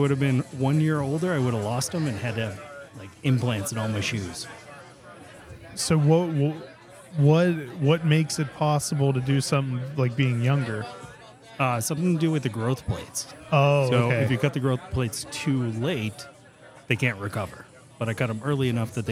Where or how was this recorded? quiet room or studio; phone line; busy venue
busy venue